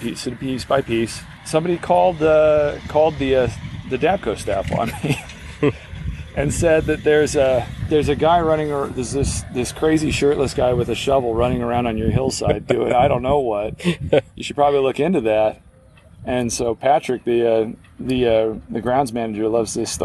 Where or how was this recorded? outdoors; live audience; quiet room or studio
outdoors